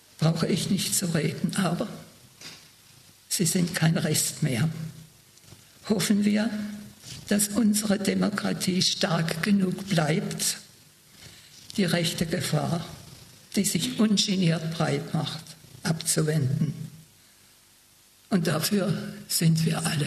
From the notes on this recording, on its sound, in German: eine Aufzeichnung des Zeitzeugen-Vortrags